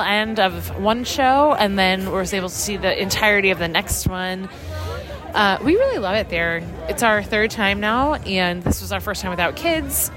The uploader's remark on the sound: Live From The Parks. Live from WDW.